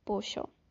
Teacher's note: Because like the pronunciation, I saw that a lot of words in Italian has a double L, and in Spanish, because I live in Argentina, so with the double L and the Y, we add a CH sound